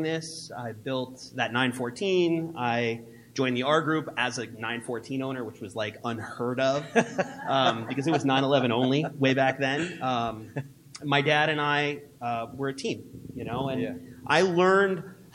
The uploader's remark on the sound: Outlaw Porsche Panel at the Petersen Automotive Museum in Los Angeles.